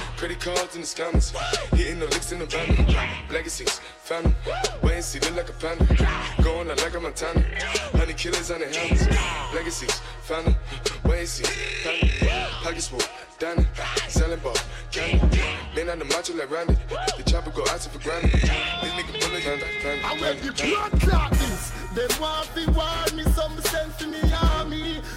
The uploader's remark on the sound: LIVE AUDIO from Signature Wednesdays at Boulevard in NY on Feb 7th